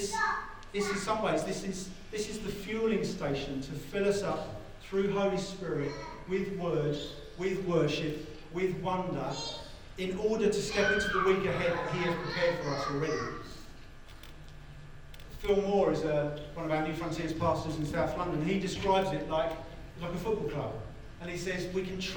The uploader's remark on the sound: As we re-gather at Vibe in person. APOLOGIES FOR THE SOUND QUALITY.